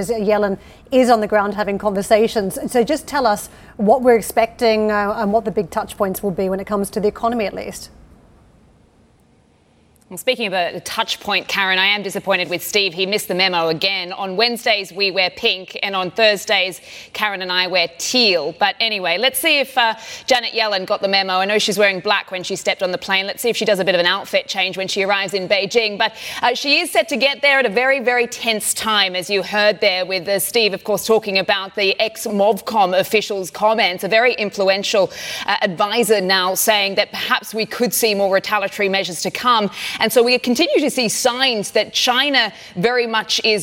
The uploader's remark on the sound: We are live in Vienna at the Opec seminar